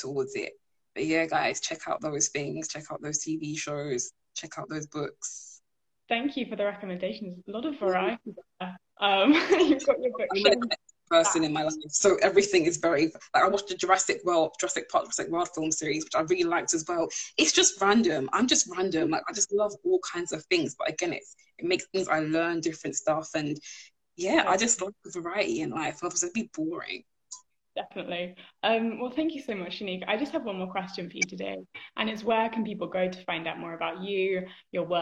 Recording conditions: video call